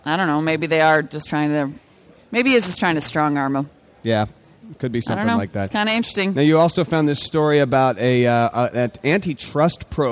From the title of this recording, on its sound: Special Saturday show from CES!